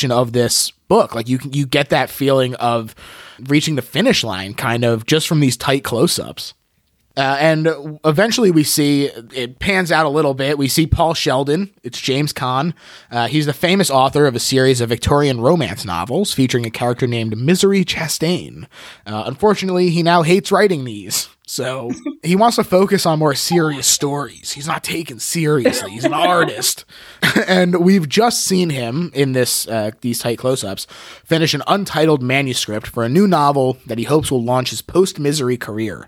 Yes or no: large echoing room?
no